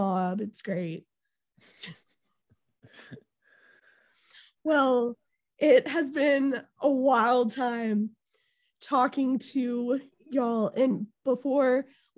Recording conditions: drop-outs